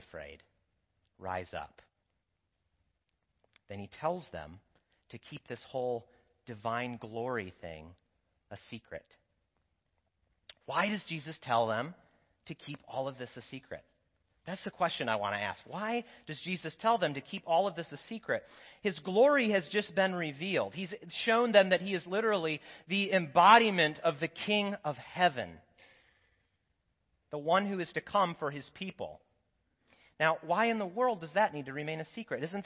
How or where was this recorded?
large echoing room